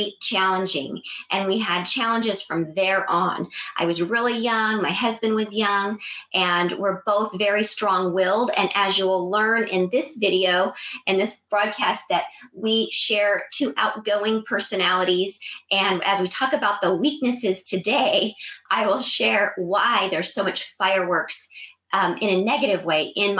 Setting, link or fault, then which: link, video call